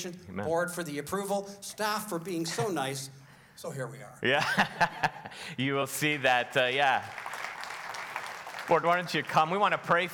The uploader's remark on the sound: Sunday Service live broadcast